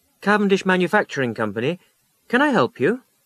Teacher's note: Notice the telephonist's polite, rising intonation.